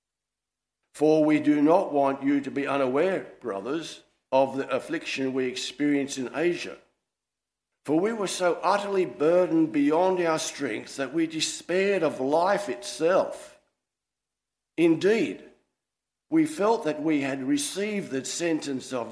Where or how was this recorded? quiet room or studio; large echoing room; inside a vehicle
large echoing room